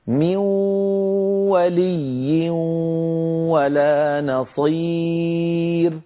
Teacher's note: مثلا بدنا نقول من ولي ولا نصير، نون ساكنة بعدها واو، تنوين بعدها واو، نقولها هكذا من ولي ولا نصير، من ننتقل من الميم إلى الواو مباشرة، ولكن هذه الواو معها غنة من الخيشوم، هي غنة النون المدغمة · Term: إدغام بغنة